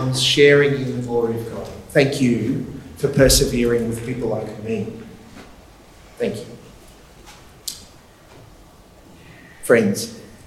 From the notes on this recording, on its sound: LIVE from the School of Discipleship 2023. Live, large, and loud. Live from the final day of the 2023 School of Discipleship. To have questions come from other SOD attendees that really expanded the conversation. Recorded live within the SOD2023 community.